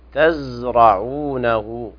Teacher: أخلي الزال ساكنة بدون قلقلة